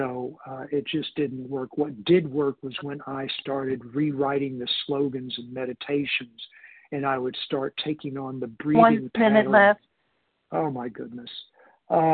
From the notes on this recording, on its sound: 100 Pounders Phone Meeting, 12/13/23